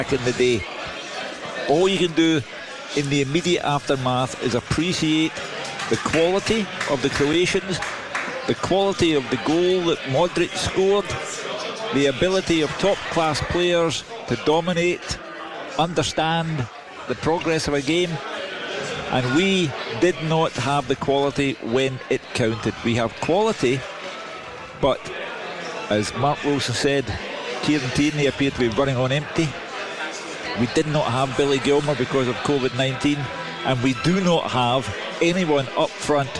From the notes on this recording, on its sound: live from Scotland HQ at Drygate Brewery